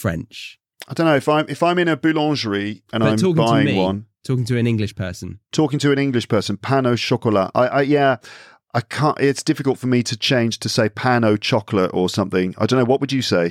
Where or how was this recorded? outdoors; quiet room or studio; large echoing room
quiet room or studio